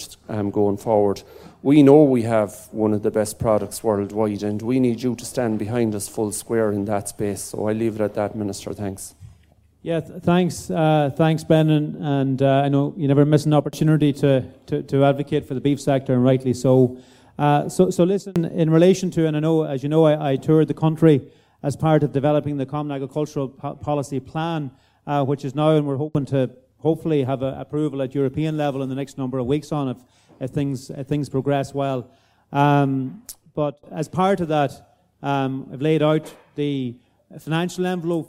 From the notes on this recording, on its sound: At the Beef2022 Open Day. This Beef Edge bonus episode is a recording of that question and answer session.